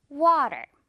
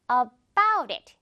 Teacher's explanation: 모음 소리 사이에 지금처럼 t가 섞이면 여러분 영어에서는 희한하게 시냇물이 흘러요. 졸졸졸 이렇게 시냇물이 흘러서 소리가 부드러워지는 거예요. water보다 훨씬 더 부드럽게 water.